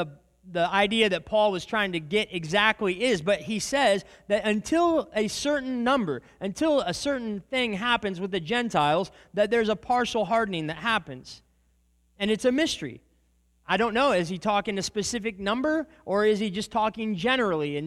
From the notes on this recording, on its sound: This is a recording of a sermon. At the Church of Christ at Treaty.